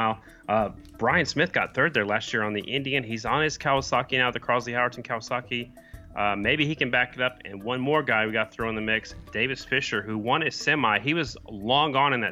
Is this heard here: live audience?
no